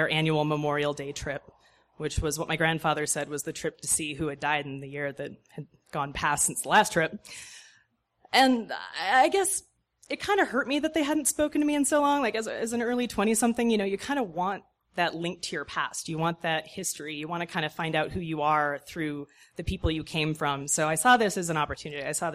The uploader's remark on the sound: These stories were recorded at The Deer Pile on July 18th, 2013 by our good friends at The Denver Diatribe .